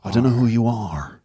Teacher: he's from Northern Ireland, so he sort of rounds the R off